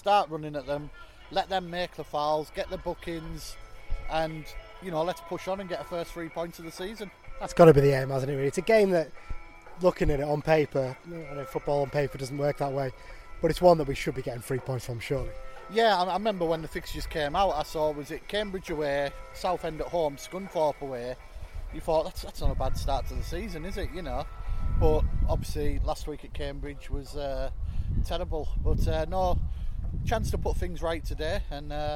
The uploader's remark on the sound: This episode also contains recordings of the crowd noise and incidents during the game.